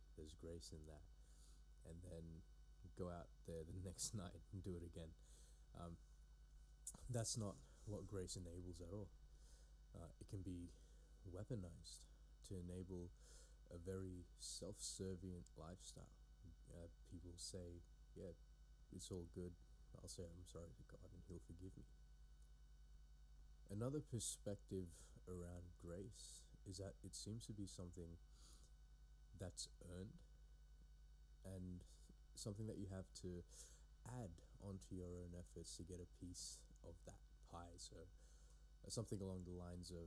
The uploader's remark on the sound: Also, my apologies for the audio on this one.